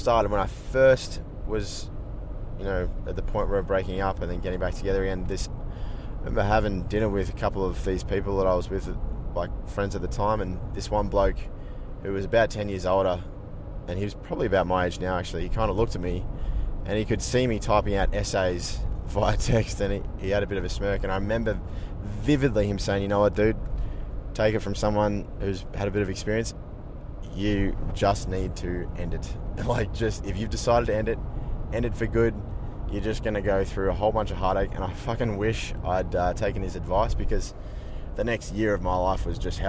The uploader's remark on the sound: please excuse the background noise and odd jolt of the car